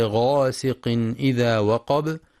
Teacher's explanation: ويراعى في قوله تعالى ومن شر غاسق إذا وقب بيان الإظهار الحلقي للتنوين لوقوع الهمزة بعده غاسق إذا، مع الحذر من ترقيق الغين في غاسق لأنها من حروف الاستعلاء